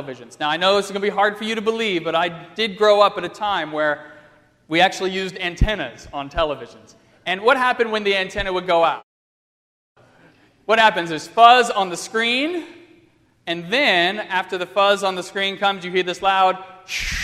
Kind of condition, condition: setting, large echoing room